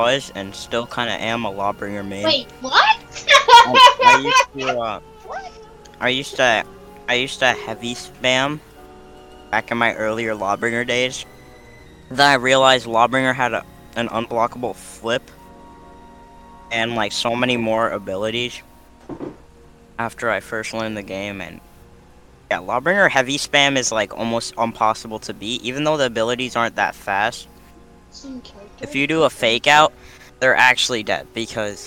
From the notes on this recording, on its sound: Sorry for any background noise.